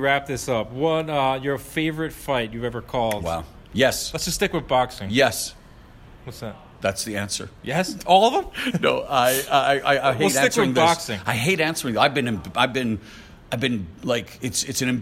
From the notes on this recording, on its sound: Live from the Barclays Center. Before Danny Garcia-Shawn Porter.